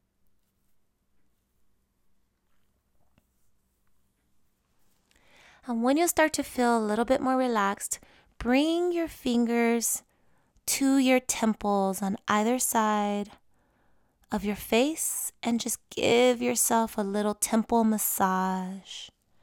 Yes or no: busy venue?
no